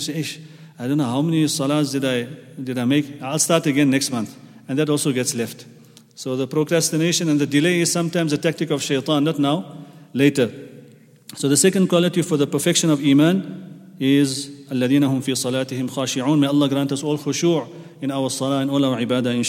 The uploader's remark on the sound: At the Houghton Masjid (West Street).